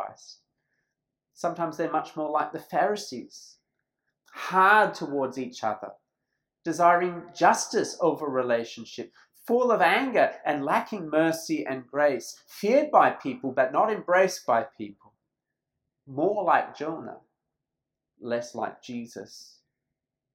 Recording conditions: large echoing room